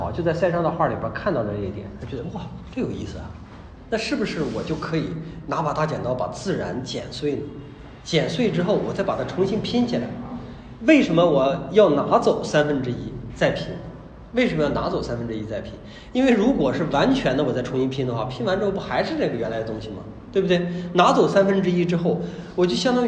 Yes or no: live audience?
yes